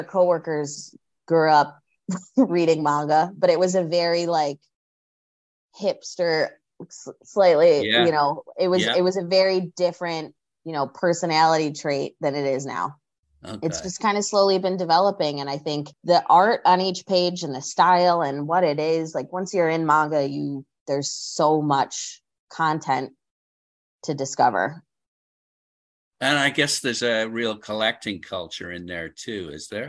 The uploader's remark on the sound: We met via Zoom